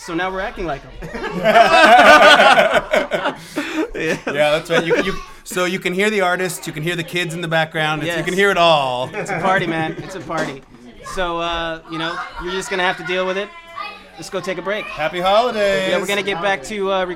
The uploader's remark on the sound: Episode 11 was recorded at the Ol' Woofie Holiday Party